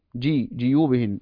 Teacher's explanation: وهنا قرأ ابن ذكوان وحمزته الكسائي بكسر الجيم جي جيوبهن